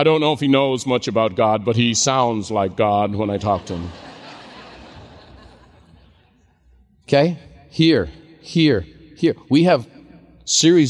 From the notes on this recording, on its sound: a special live recording